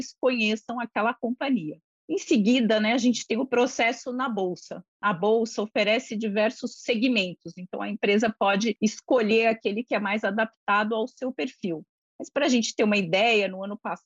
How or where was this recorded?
video call